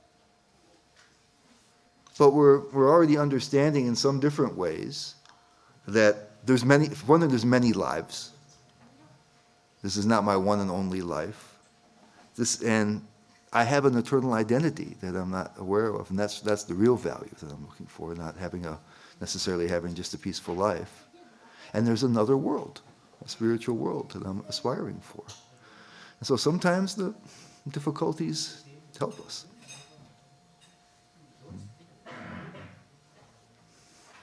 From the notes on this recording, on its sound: at the ISKCON of DC temple in Potomac, Maryland